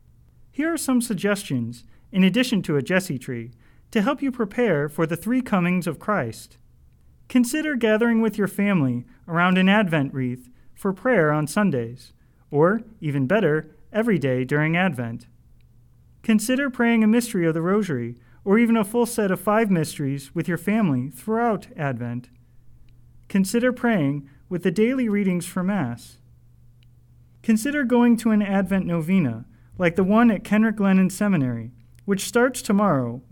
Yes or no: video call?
no